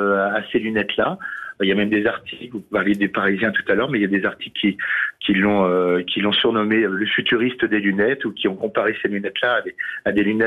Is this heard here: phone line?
yes